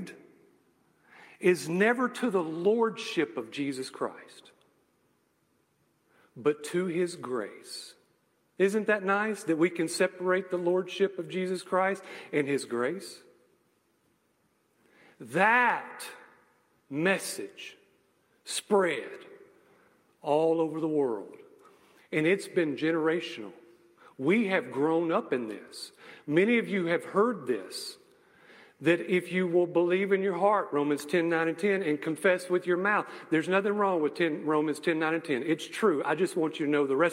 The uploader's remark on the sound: message I gave at a local church